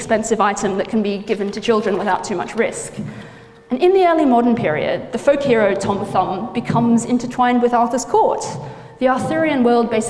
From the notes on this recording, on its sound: gives a lecture at the Bodleian Library